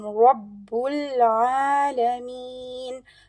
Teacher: Then Rabbul Alameen, ra will be heavy, joining with the ba, and then ba is lighter, even though, you know, it is joining with the ra, then ra should be heavy, ba should be light.